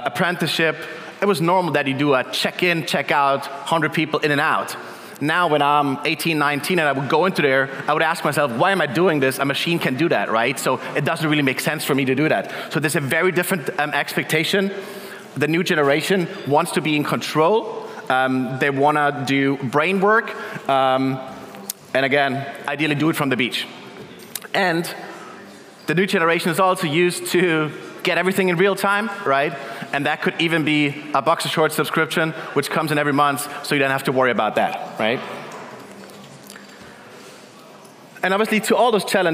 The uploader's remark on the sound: In this keynote at our CoCoCoCo Main Stage, powered by Duetto